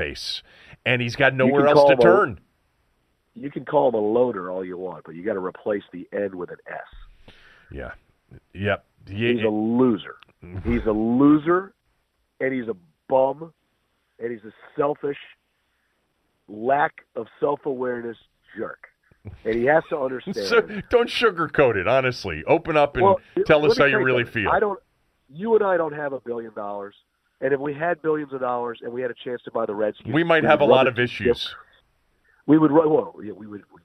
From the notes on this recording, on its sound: Called in from vacation. Called in from Torrey Pines.